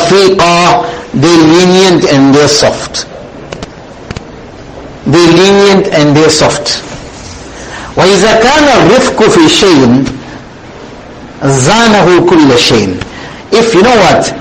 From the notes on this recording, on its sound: Jumuah lecture